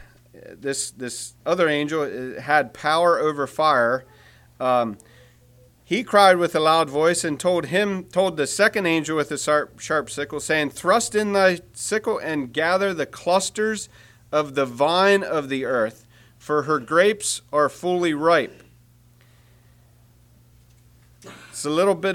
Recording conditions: large echoing room